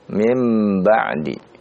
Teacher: nun sukun bertemu dengan ba atau tanwin bertemu dengan ba ya, maka dibelokkanlah menjadi suara huruf mim